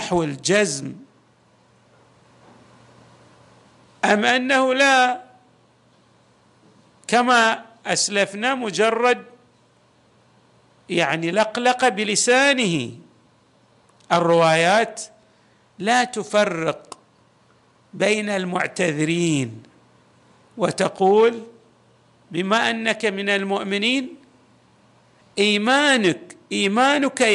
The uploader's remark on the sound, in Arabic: تسجيلات جامع الامام علي عليه السلام الأحساء المبرز